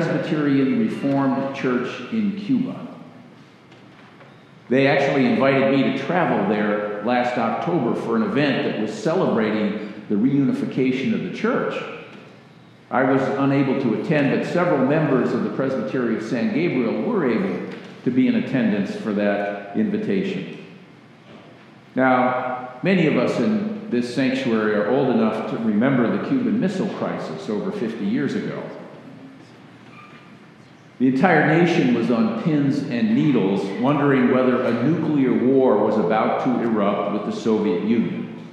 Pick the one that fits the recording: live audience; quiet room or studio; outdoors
live audience